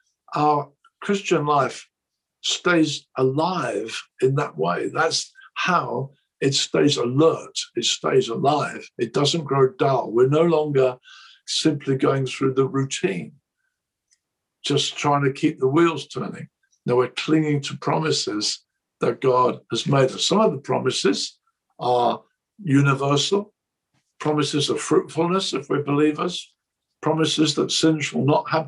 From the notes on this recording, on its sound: This message was recorded at a ChristCentral Leadership Online event in March 2021.